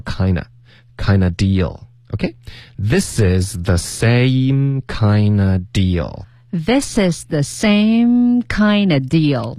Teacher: Kinda 把 of 的这个 v 的音给省略